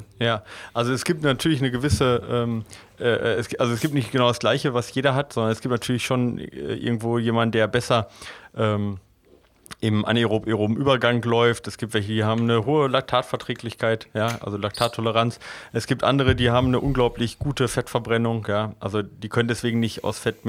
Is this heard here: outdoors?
no